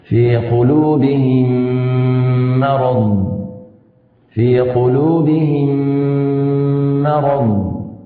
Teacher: الإدغام الميم الساكنة مع الميم المتحركة بغنى أكمل ما تكون